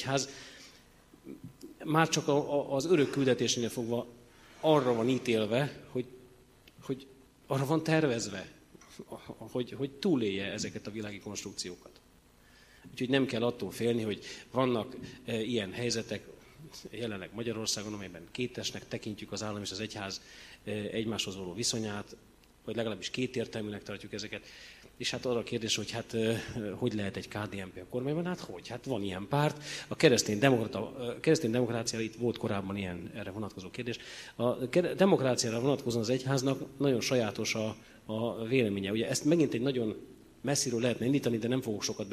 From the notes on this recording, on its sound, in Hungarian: Az Eötvös Csoport és a Társadalmi Reflexió Intézet 2018. Szeptember 12-i "Politika és katolicizmus" című rendezvényének felvétele.